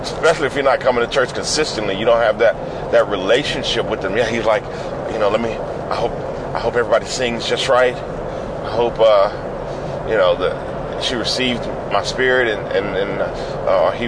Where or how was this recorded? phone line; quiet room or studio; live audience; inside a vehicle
inside a vehicle